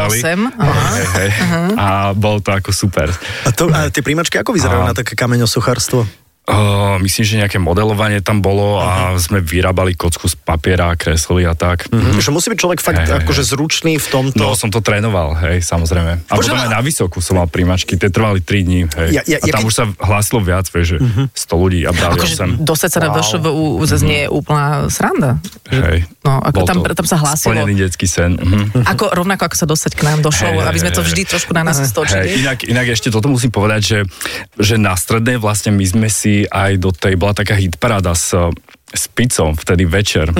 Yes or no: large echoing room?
no